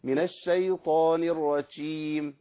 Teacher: مصيبه بيقع فيها كتير من اخواننا انه يخلي صوت الجيم مشوب بالايه بالشين، يقول لك ايه من الشيطان الرجيم، ايه الرجيم دي ما تنفعش.